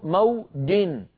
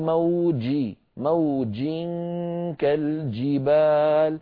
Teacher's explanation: بداية مقفولة لأن الجيم حرف شديد · Shown in: second take